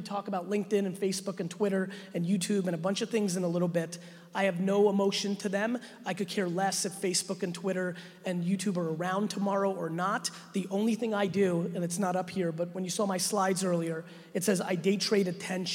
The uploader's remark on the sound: a brand new keynote I did at the 2019 Financial Brand Forum in Vegas on April 15th